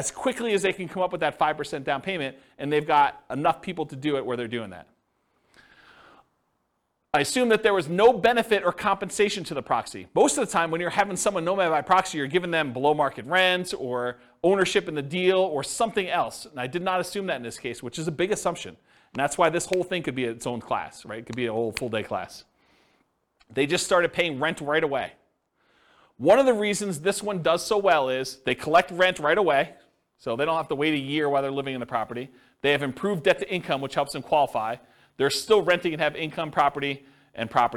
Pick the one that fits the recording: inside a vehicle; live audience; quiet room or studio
live audience